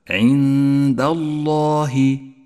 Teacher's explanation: لام لفظ الجلالة المفخمة تقرأ هكذا: عند الله، فخمت لأنها سبقت بحرف مفتوح